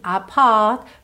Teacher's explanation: Ele não diz apart, e sim apart, porque ele é britânico. Então a gente vai notar aqui os R's realmente não enrolados